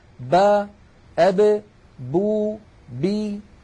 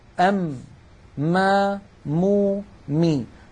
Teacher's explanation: الباء والميم تخرجان بانطباق الشفتين